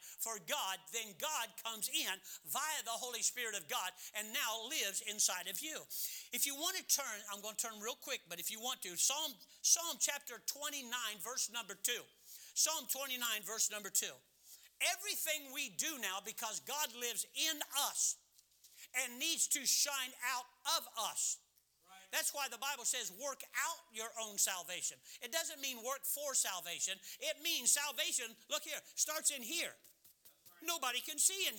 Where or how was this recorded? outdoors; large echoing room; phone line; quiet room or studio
large echoing room